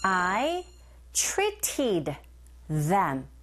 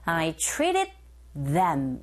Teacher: 여기서 일어나는 현상, 빈번하게 일어나는 현상 중에 하나인데 모음소리와 모음소리 사이에 자리 잡고 있는 트 사운드가 유독 북미권 발음에서는 잘 안 들려요. · Shown in: second take